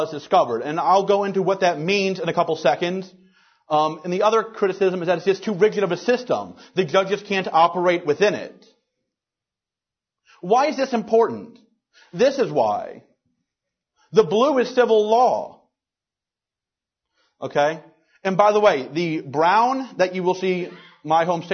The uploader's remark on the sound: Recorded March 13th, 2010, at the Ludwig von Mises Institute in Auburn, Alabama.